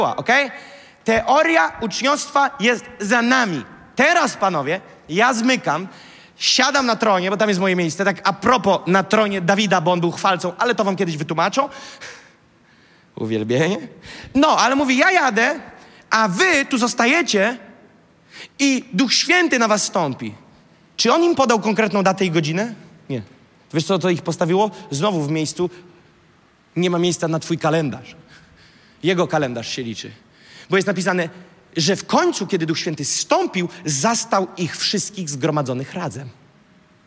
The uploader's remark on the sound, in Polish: Fragment kazania, które zostało nagrane podczas nabożeństwa NOF Church.